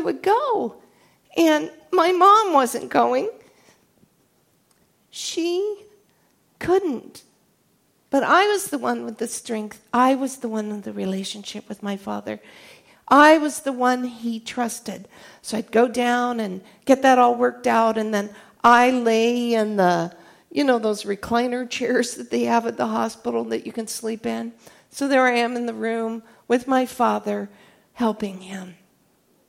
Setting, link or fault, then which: setting, live audience